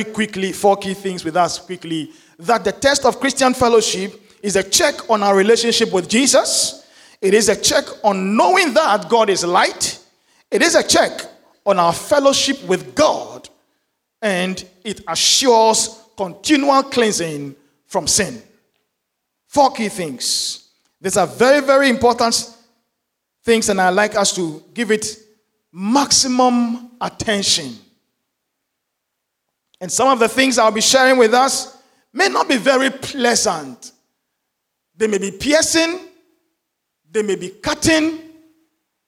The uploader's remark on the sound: Sermon preached at CBC Shiashie Campus